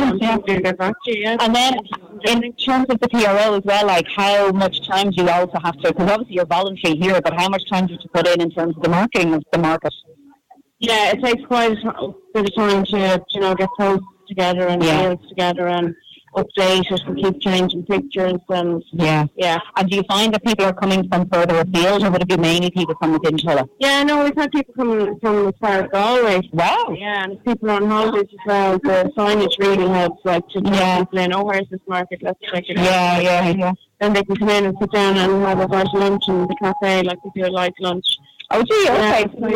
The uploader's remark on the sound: INTERVIEW HIGHLIGHTS - Tulla country market. Broadcast from the Stand at Tulla GAA pitch as part of Tulla Music Festival.